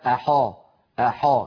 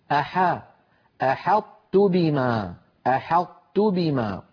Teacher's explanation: إذن أحط، هنا نبهنا الجزري رحمه الله ألا يقول أحدنا أحا أحا، لا تفخم العرب الحاء، بل نرققها · Shown in: second take